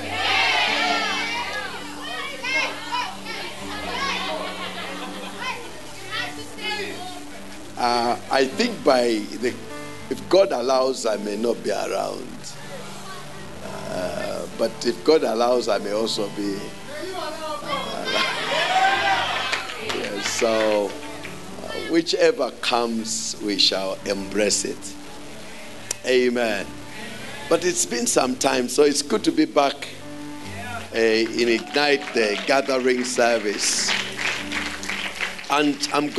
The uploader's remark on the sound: Preached at the Great Escape Sunday at Ignite The Gathering.